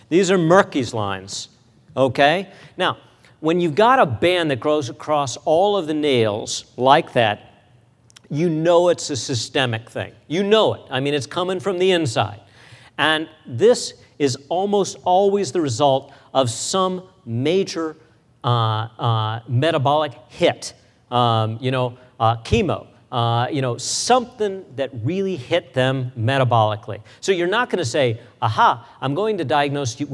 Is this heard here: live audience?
yes